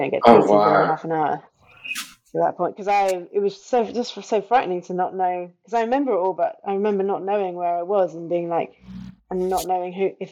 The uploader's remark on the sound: The audio quality is fairly poor on this one.